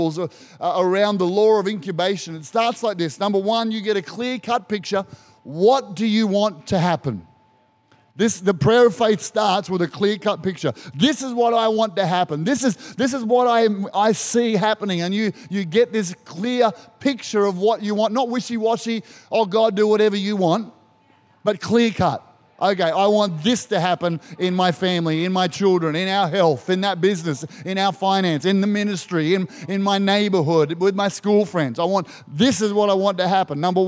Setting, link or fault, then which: setting, large echoing room